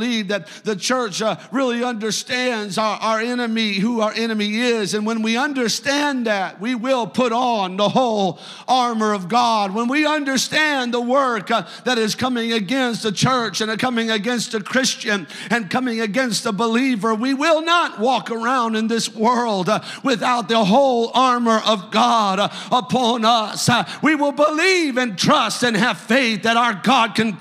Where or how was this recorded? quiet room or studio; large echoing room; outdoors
large echoing room